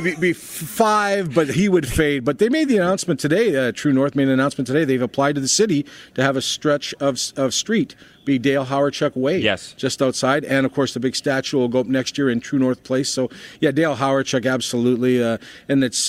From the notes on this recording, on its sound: Live from Winnipeg! Joins us LIVE in Canada Life Place!